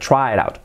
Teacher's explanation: La I como una E y la T de it, una R suave.